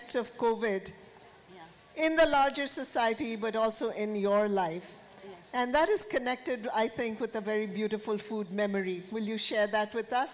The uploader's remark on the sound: This is a live session from Jaipur Literature Festival 2023!